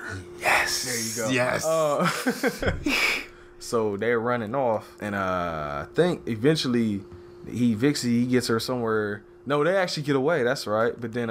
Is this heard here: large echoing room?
no